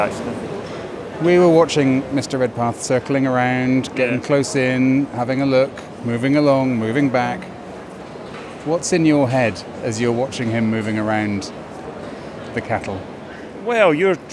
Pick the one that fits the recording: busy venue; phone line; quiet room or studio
busy venue